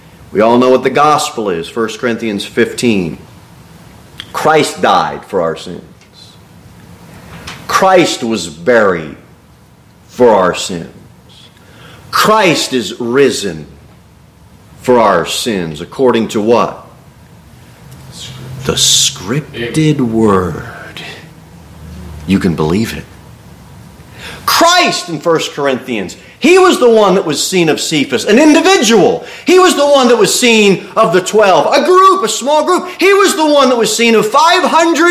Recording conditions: large echoing room